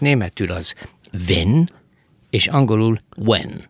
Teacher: Ha látszik egy picit a németben, az utolsó N is már, mint hogyha egy kicsit a ny felé menne.